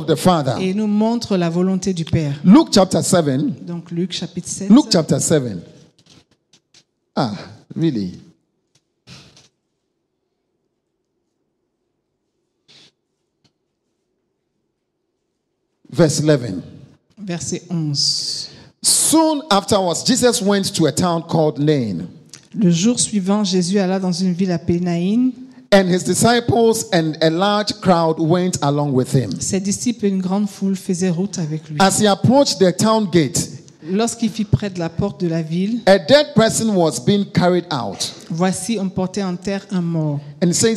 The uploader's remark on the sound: Preached during Joyful Hour Sunday Service Rabat